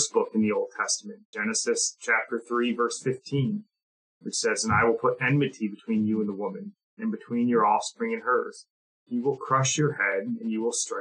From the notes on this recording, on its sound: Let me apologize for the audio. We are recording remotely, cheap mic and heavy AC running in the background.